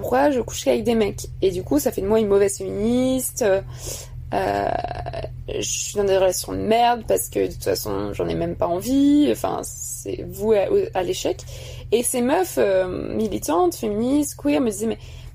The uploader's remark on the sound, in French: Il a été enregistré le 19 février 2020 sur un ferry finlandais.